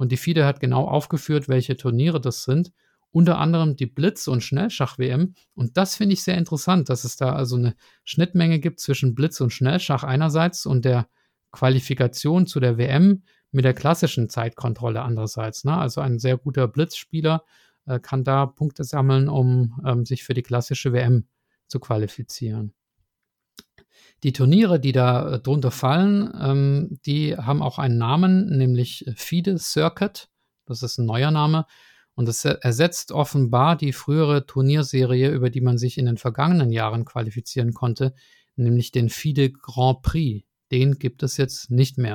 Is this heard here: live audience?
no